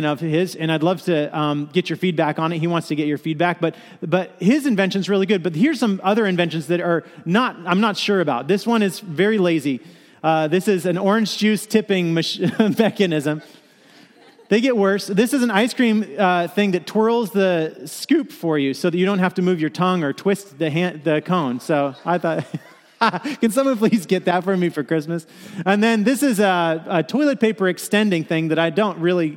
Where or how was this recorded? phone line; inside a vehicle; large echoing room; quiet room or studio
large echoing room